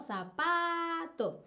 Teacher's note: Tiene la entonación, el acento prosódico en la penúltima sílaba, en ese pa, ¿no? Zapato.